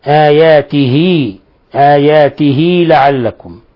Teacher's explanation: لاحظ الصلة الصغرى أن الكسرة تشبع